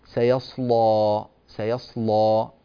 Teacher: في الواقع أيها الأكارم يوجد في هذه الكلمة، كلمة سيصلى، لام مغلظة لأنها مفتوحة وقبلها صاد، وهذه الصاد ساكنة، فلذلك لا بد من تغليظ هذه اللام